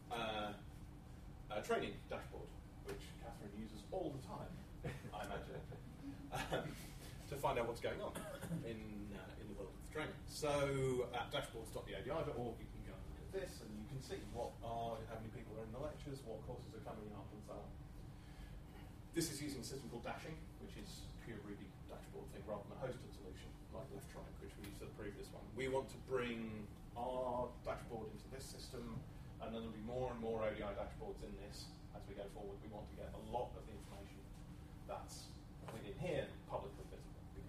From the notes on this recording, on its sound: A Friday lunchtime lecture, delivered on the 12/07/2013